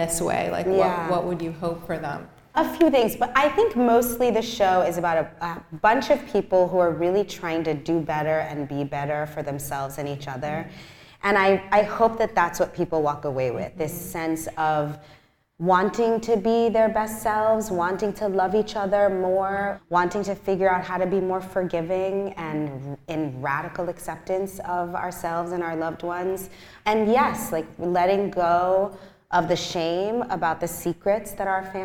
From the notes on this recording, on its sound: sat down in front of a live audience